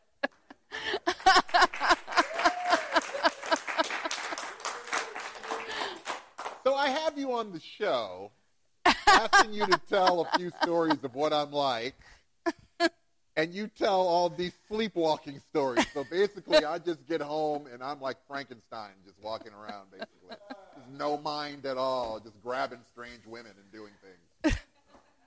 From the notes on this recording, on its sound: The live audience goes wild.